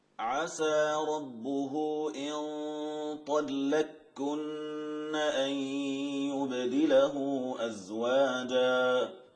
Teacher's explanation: فأدغمت القاف في الكاف معتمدة على ثقل النون التي بعدها · Term: وجه الإدغام